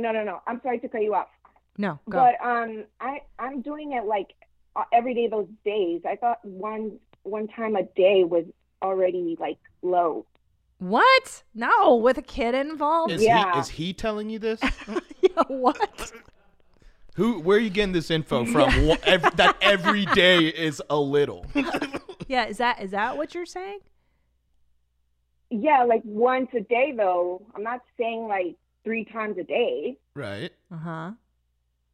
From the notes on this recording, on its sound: The two of them take live calls from listeners.